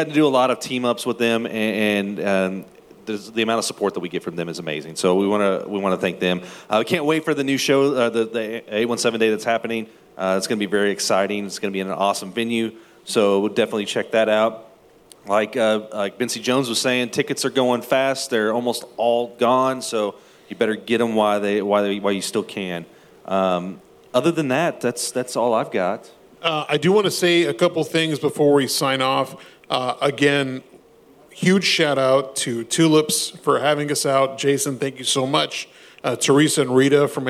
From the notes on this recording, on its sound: a live recording from our favorite venue